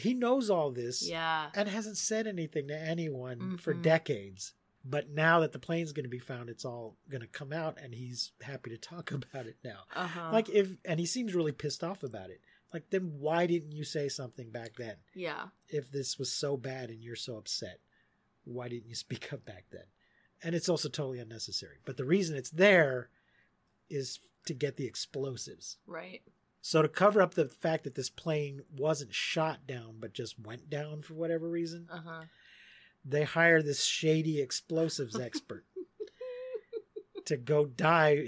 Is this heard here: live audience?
no